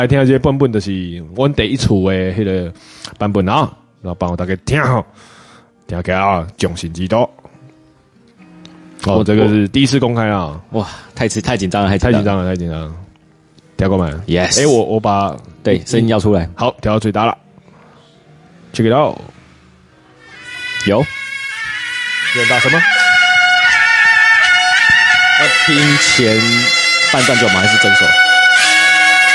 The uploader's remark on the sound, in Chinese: 錄音地點：咖啡秘辛五妃店